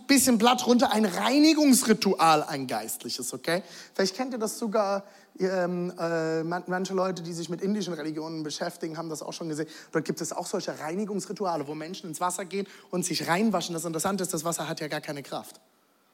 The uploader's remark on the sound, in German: Audiomitschnitt der Predigt.